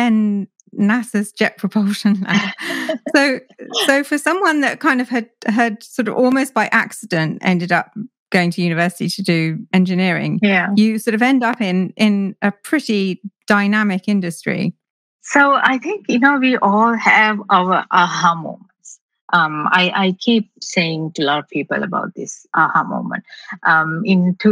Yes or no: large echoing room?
no